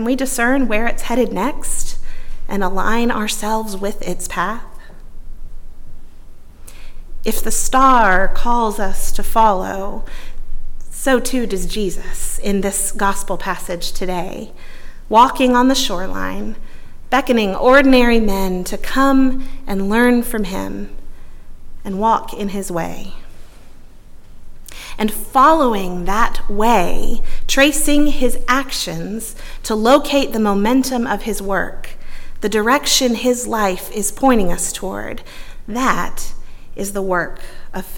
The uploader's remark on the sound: At Northminster Church on January 26, 2020.